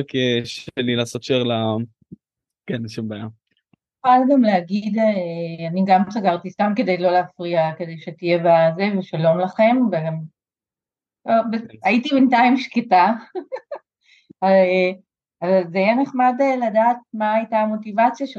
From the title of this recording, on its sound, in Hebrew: בוובינר מיוחד